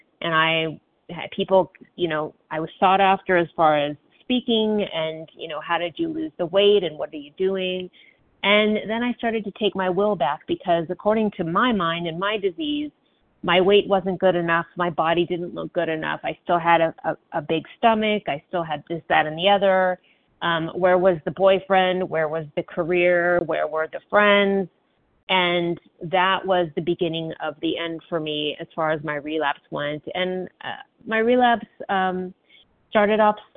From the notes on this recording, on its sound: from the 100 Pounders Phone Meeting